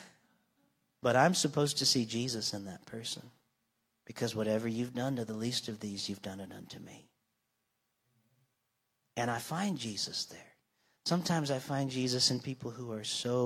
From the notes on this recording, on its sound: Live from North Vernon Indiana. This week’s episode was recorded live on Sunday Morning, June 11th, 2023, from North Vernon, Indiana, at the Church of the Nazarene.